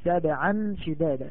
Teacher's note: إخفاء مع الغنة حركتين